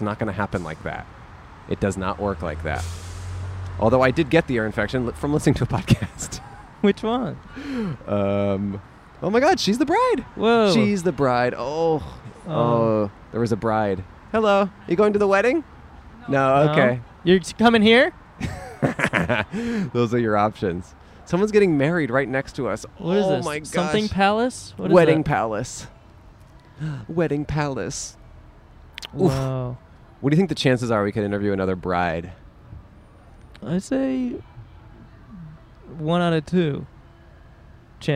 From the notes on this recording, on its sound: Recorded on Brand Blvd in Glendale, CA.